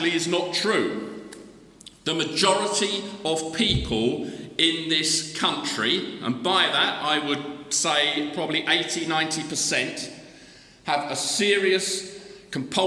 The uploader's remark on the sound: The Recovery Course Conference Keynote Address